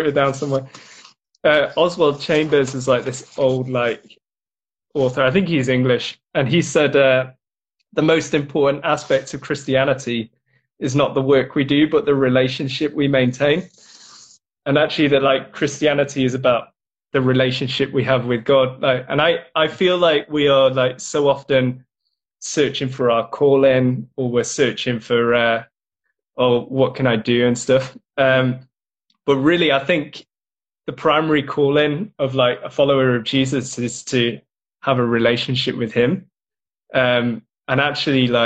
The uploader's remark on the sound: got to jump on Instagram Live